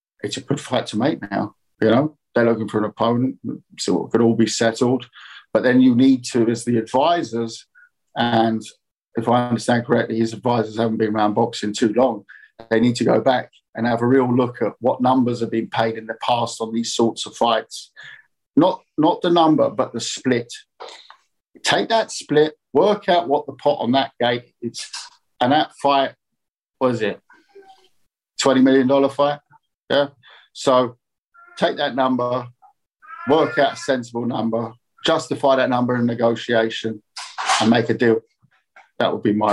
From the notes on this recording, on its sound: VIA ZOOM.